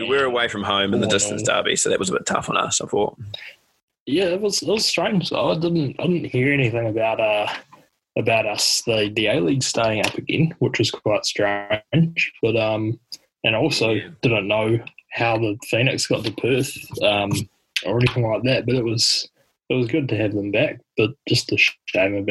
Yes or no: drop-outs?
yes